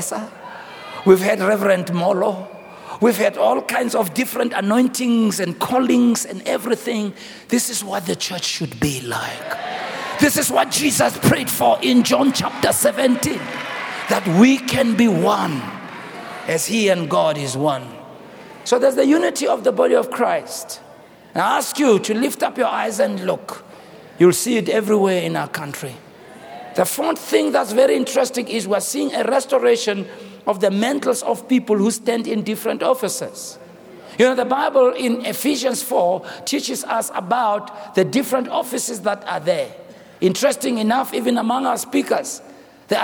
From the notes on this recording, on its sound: preached on the 03rd of October, 2023 at our Annual Homecoming Conference, Word Explosion 2023